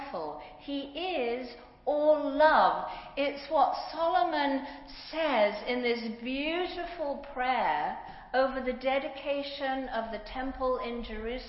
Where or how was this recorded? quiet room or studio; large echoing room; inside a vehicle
large echoing room